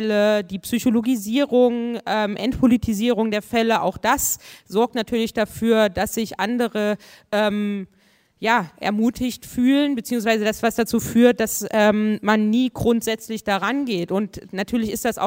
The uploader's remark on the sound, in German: Dafür waren drei Expert*innen für eine Podiumsdiskussion nach Göttingen eingeladen. Die Podiumsdiskussion „Die Normalität des rechten Terrors“ fand am 15.11.2019 ab 18:00 Uhr im ZHG der Georg-August-Universität Göttingen statt.